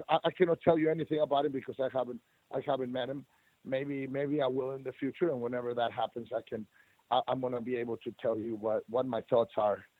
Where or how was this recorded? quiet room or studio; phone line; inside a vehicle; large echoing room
phone line